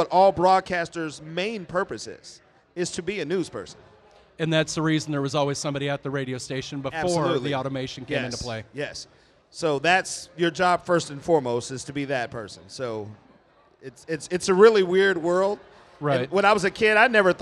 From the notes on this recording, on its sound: We recorded during our event with Crowned Heads Cigars.